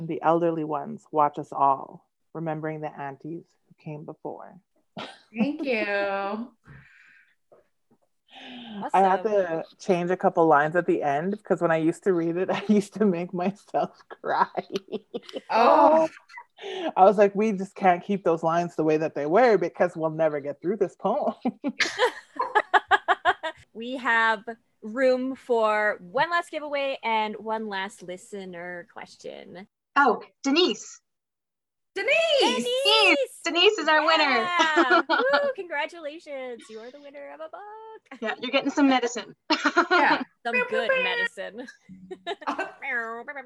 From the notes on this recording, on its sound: This is our first live recording with video via an online conference! This author chat was part of the ILSA Conference, that happened in June 2021.